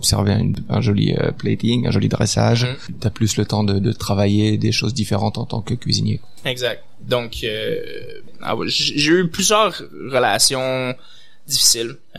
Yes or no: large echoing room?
no